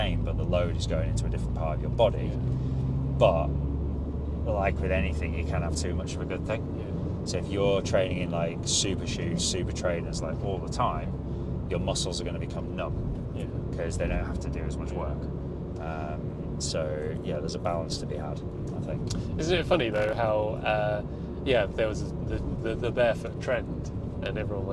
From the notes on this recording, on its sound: They're still in the car and the fuel light has come.